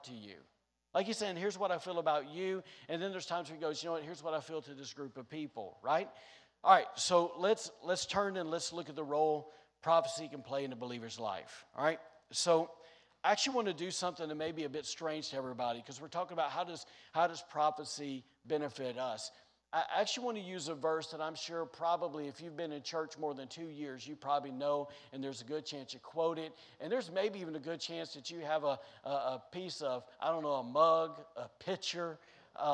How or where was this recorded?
large echoing room